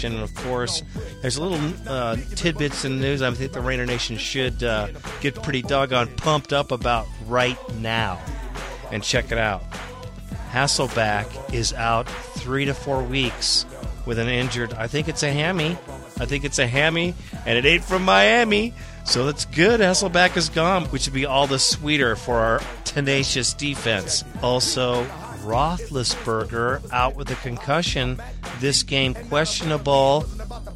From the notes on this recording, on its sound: PostGame Press Conference